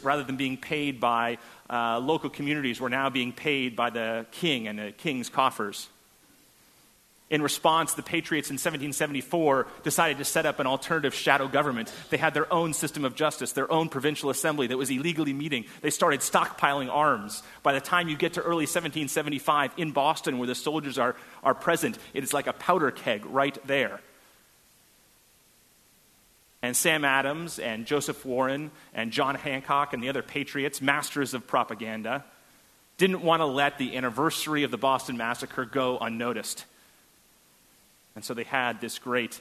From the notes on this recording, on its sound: at First Congregational Church of Houston